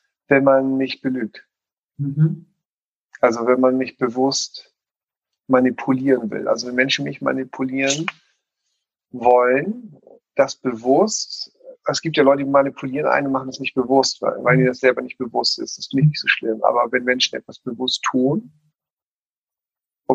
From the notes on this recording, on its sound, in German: In dem Interview, was wir aufgrund der aktuellen Situation über zoom gemacht haben